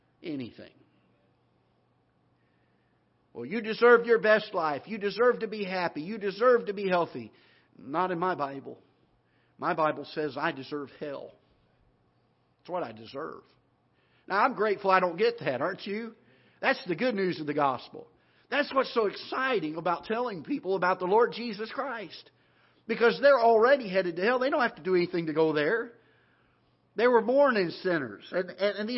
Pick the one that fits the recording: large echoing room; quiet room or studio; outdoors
large echoing room